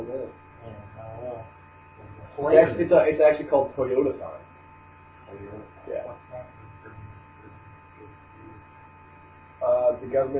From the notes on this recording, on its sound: Welp 0 editing done to it, horrible audio quality, and minus 2 people!